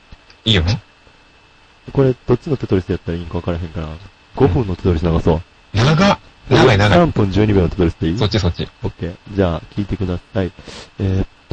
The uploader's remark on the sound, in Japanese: 楽しく話をしていますが、録音ミスで音割れがひどいです。